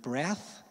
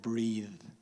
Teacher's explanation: the only difference is whether you voice them or not. Like, think of the difference between the sound at the end of the word breath and at the end of the word breathe.